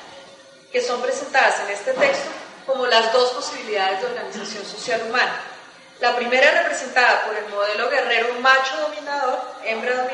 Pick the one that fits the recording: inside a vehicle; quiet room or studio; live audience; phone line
live audience